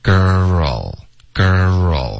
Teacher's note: 这个 R 和 L 就算是一个融合音了